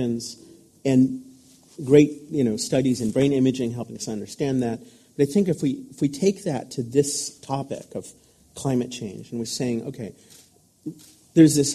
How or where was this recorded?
live audience